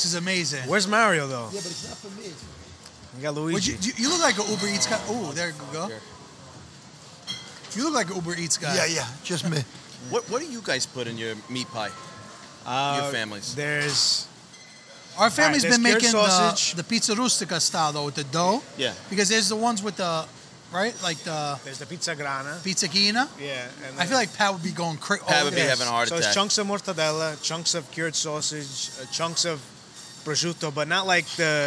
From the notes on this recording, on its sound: Filmed live at Mike's Deli on Arthur Avenue